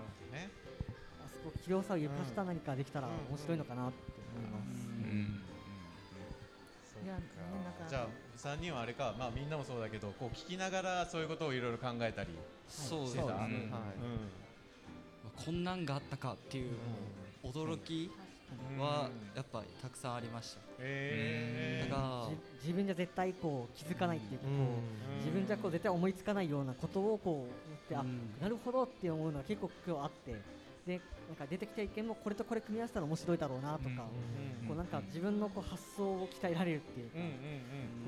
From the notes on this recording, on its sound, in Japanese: 公開収録パート②。ガーデンズ千早1stアニバーサリーで、九州産業大学地域共創学部の学生によるワークショップを開催しました。ちはや公園でどんなことがやってみたいかを来場者の方へ緊張しながら開催しました。また、学生によるMCで公開収録した模様をお届けします。